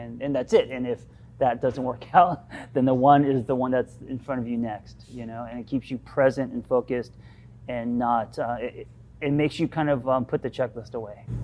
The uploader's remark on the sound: Host a live workshop.